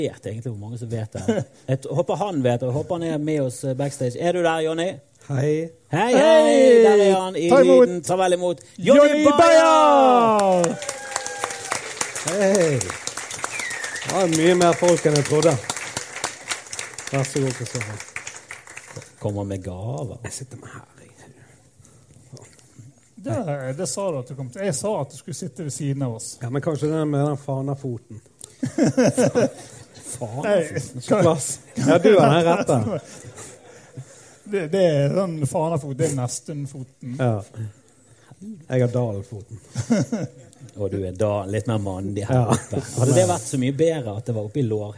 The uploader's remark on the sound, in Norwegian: Pappapanelet var LIVE på Ole Bull Scene i juni. Vi fikk spørsmål fra publikum.